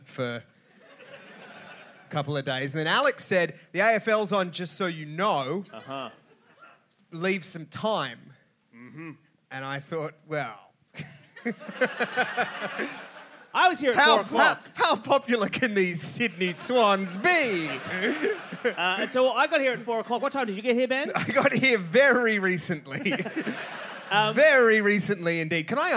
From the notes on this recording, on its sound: At the Sydney Comedy Festival. An utterly wild live show. Thanks to everyone who came out to the show, and to the Sydney Comedy Store for putting on this filth.